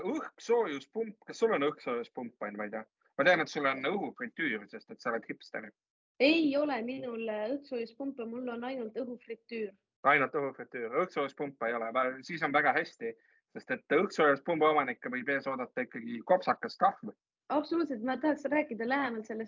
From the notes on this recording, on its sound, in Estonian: Seekord retrokvaliteediga Zoomi-miniepisood